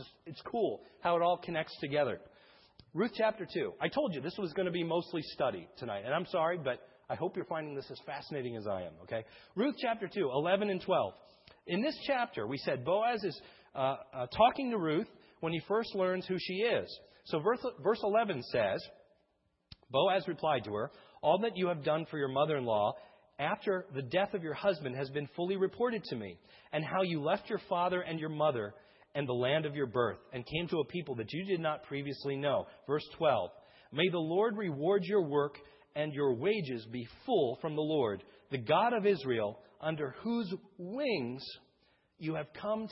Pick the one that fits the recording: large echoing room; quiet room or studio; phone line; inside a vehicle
large echoing room